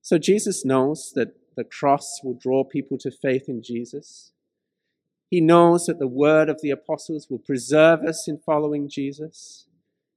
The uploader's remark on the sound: This sermon was preached at St George's Church, Penang on 16th May 2021.